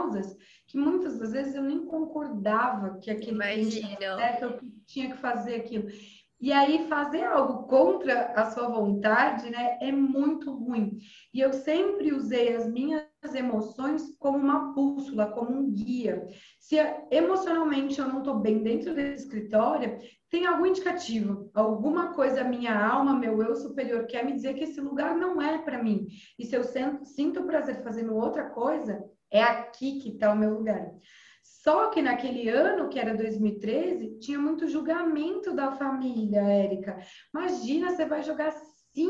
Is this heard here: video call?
yes